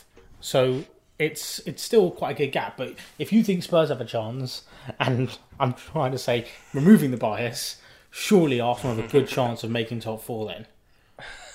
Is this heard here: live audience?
no